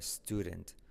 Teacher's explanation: la D, semiclave, como un R suave